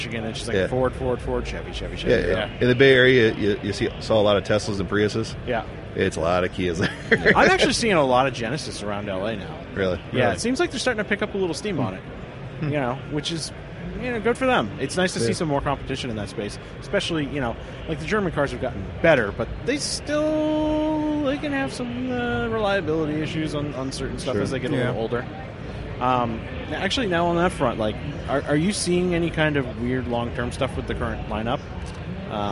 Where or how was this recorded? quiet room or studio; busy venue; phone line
busy venue